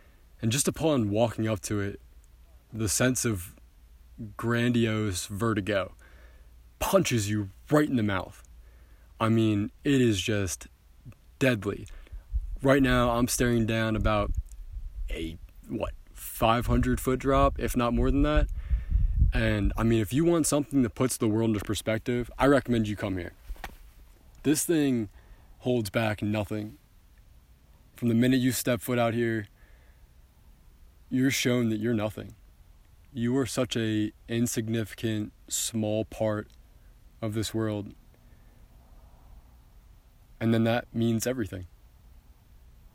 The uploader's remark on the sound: LIVE from the Grand Canyon